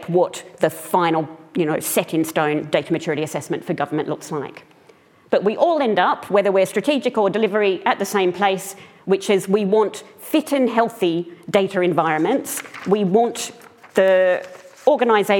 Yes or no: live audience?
yes